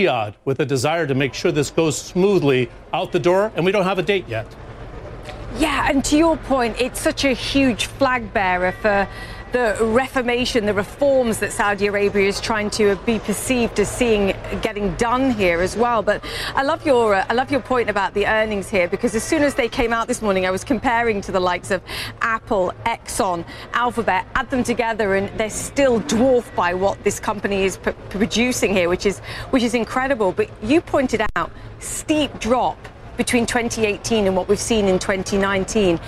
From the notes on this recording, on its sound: live from the New York Stock Exchange